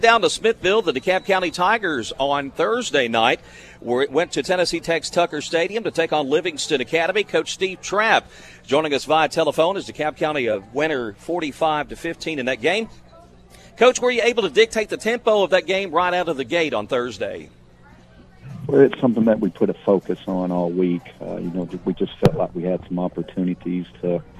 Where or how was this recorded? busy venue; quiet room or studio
busy venue